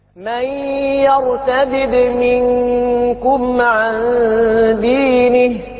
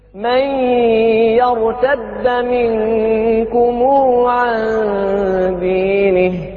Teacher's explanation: يعني عندنا نافع وابن عامر يرتدد يفك الإدغام · Shown in: first take · والبقية والباقون بإدغام مع الفتح.